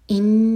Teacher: ان نون پر غنہ اور پھر نا مد منفصل چار حرکت لمبا